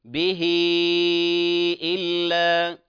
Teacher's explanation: مقدار مده مثل الجائز، لأنه يلحق بالجائز المنفصل، 4 أو 5 حركات حال الوصل · Term: مد الصلة